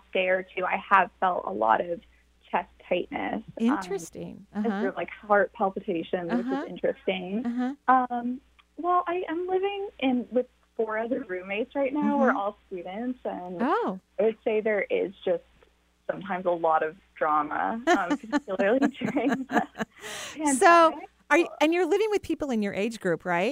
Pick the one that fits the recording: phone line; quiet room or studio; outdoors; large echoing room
phone line